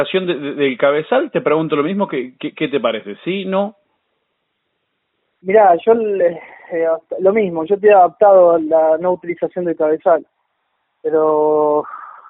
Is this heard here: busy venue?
no